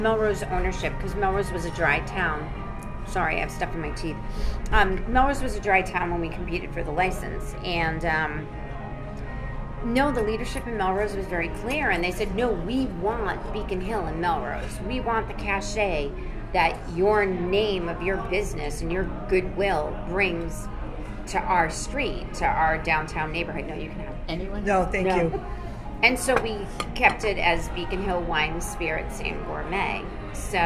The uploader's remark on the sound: We're live on location at 110 Grill in Woburn